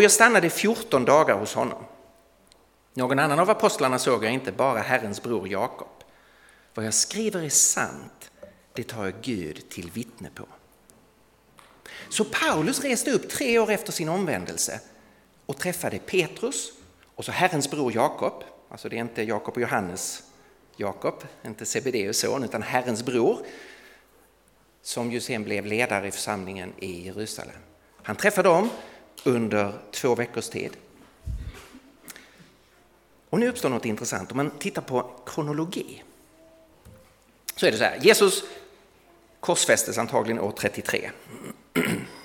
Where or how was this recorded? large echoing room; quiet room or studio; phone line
large echoing room